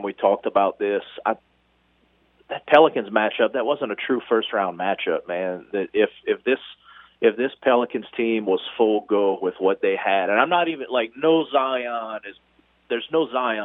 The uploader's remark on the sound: Get to the phone lines. On the caller line.